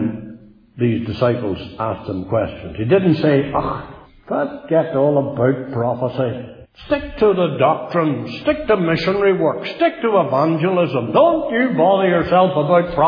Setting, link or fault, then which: setting, large echoing room